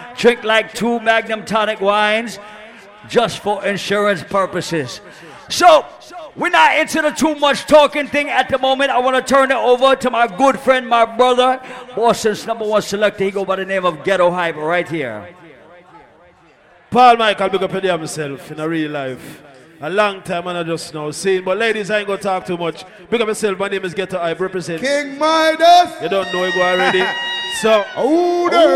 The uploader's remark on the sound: Live audio from Island Saturdays